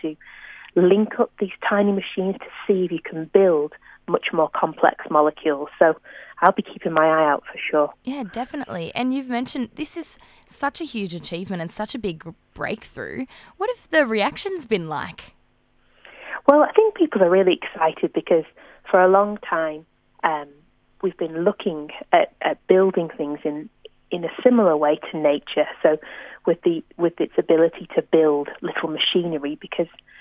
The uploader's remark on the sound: Over the phone.